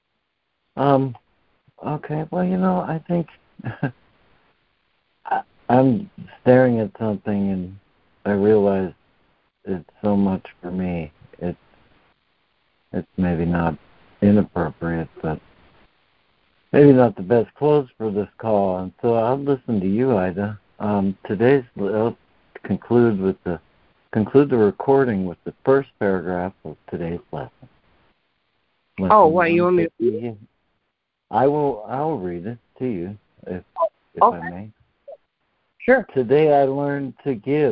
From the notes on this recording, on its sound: ACIM Daily Conference Call